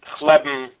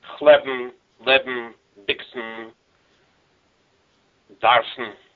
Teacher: ideally there should not be a vowel slipped in between the previous consonant and that final N · Shown in: second take